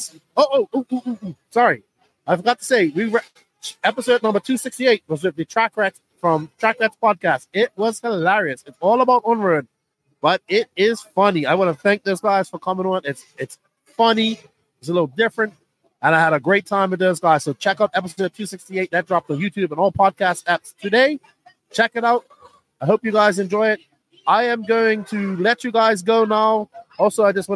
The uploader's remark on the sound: Live From The 2024 Southern Indoor Championships